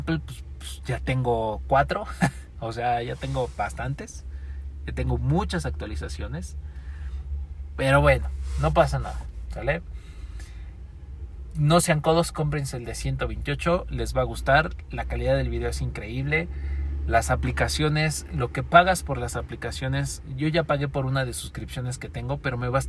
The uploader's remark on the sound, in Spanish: El formato de hoy fue grabado en un auto, no siempre las conversaciones buenas de dan en lugares tranquilos.